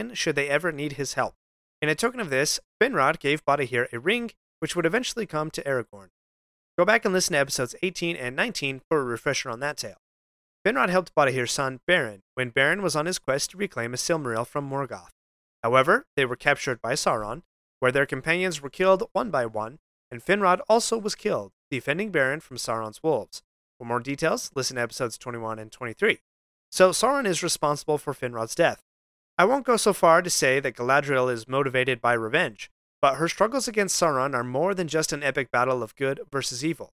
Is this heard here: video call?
no